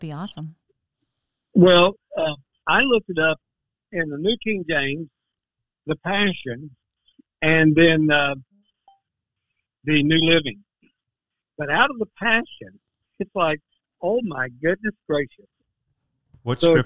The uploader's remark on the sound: we have special guests on by phone